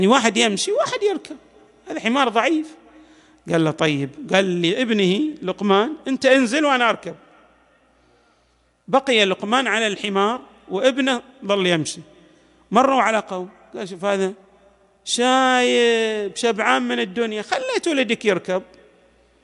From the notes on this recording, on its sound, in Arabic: تسجيلات جامع الإمام علي عليه السلام